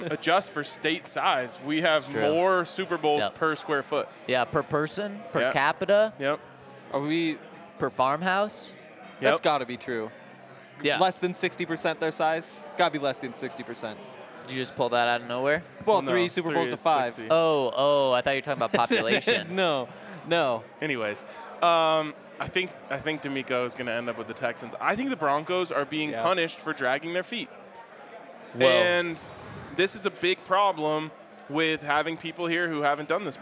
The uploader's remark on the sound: Coming to you LIVE from the Breckinridge Brewery Farmhouse.